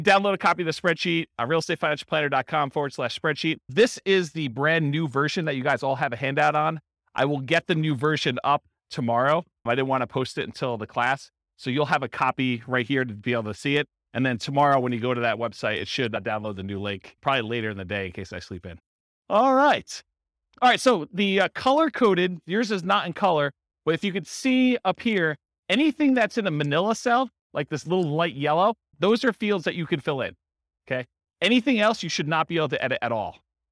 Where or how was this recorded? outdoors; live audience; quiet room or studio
live audience